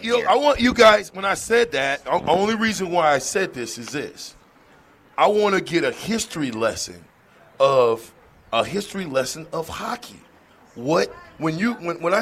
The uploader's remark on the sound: LIVE FROM CEDARS